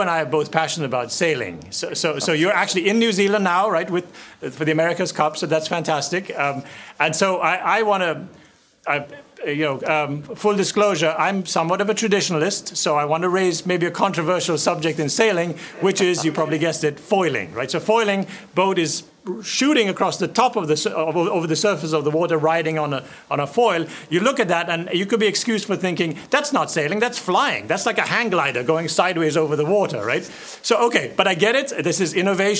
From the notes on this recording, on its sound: we’re bringing you a conversation from our recent Business Matters 2021 conference